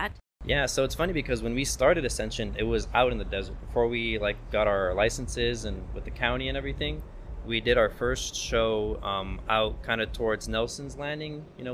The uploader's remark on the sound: We recorded this episode at Jackpot Bar & Grill in the heart of Las Vegas